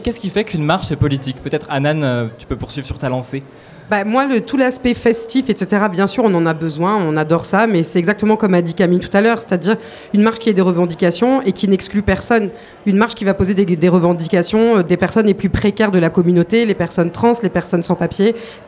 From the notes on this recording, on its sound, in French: Toute l'équipe du Lobby s'est donné rendez-vous une dernière fois au Dock B à Pantin pour une marche des fiertés radiophonique ! Trois heures d'émission, en direct, et en public, au Dock B à Pantin. Elles nous interprètent deux titres en live.